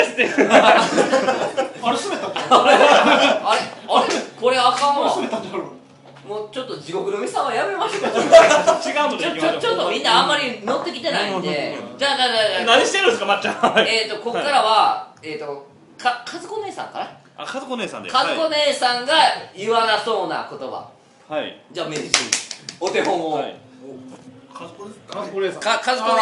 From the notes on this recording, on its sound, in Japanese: いつものスタジオからカラオケボックスへと場所を変更してお送りします。4月30日に行われたチャリティーイベントの打ち上げ時に録音しました。